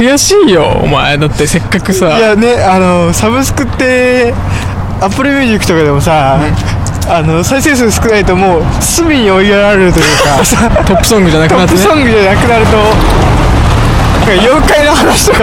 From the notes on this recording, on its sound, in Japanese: 深夜に歩きながら収録